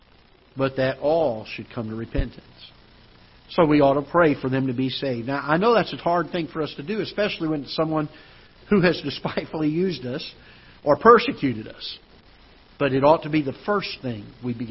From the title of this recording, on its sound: Ketha Heights Baptist Church ~ Live Broadcast